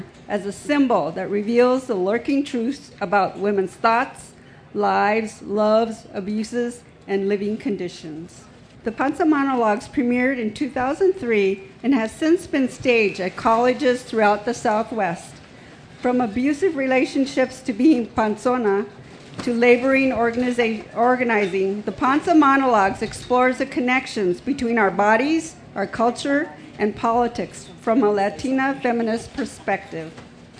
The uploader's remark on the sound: 30 Minutes features a panel from the Pima County Public Library’s Nuestras Raices Pavillion at the 2015 Tucson Festival Books.